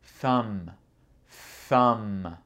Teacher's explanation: Donc, le B n'est pas prononcé. Moi, quand je prononce ce mot, je le prononce un petit peu parce que c'est naturel avec le son M.